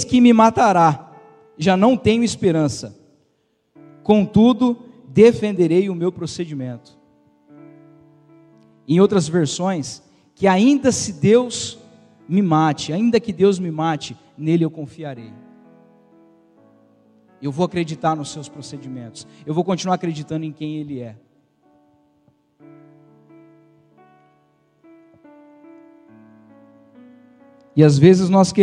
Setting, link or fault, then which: setting, large echoing room